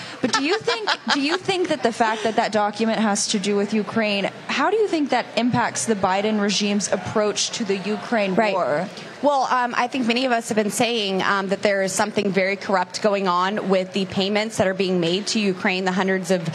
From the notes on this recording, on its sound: Live From Young Women's Leadership Conference Day 2.